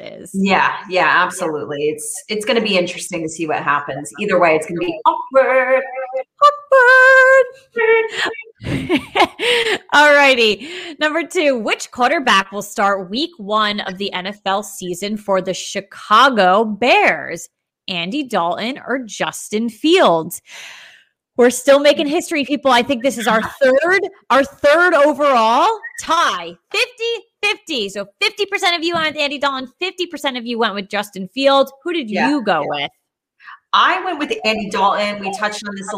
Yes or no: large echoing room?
no